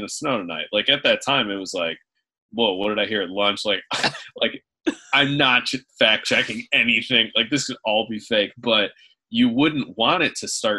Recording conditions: video call